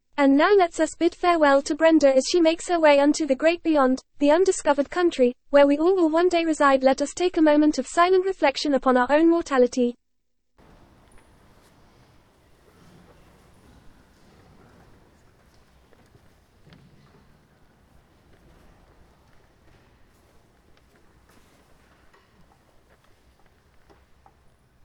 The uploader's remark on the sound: This audio is the recording of her funeral. Paul and Mark's Church in the parish of Great Horkesley in Colchester.